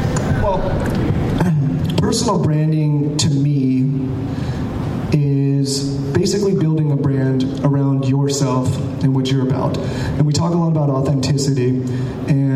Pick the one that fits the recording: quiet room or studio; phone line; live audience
live audience